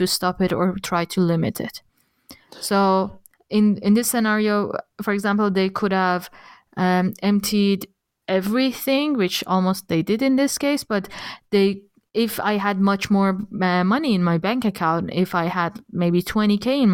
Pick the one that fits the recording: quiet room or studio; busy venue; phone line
quiet room or studio